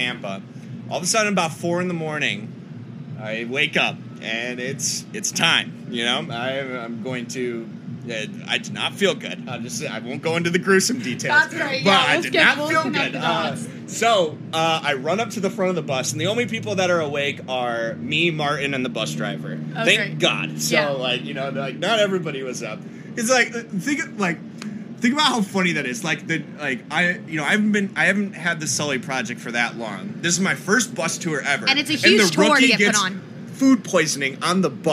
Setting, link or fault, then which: setting, busy venue